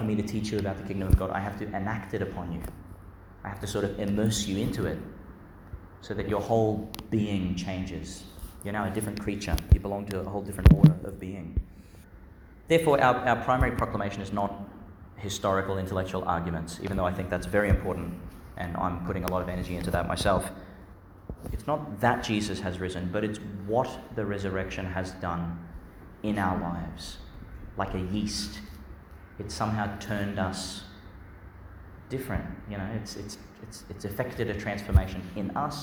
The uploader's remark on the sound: Homily for Easter Friday in the Octave, delivered in Our Lady Star of the Sea Church, Gladstone, Qld.